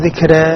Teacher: ذكر يعني نجنح بها نحو الإمالة الكبرى، ذكر راء ترقيق الراء مع تقليل ذات الياء وهو التقليل للإمالة الصغرى